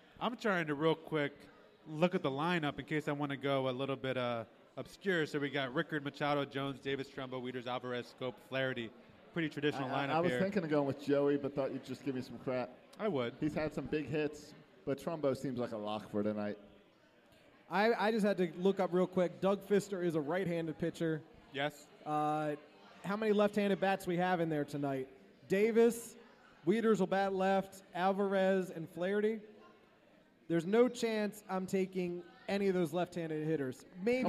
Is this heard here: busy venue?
yes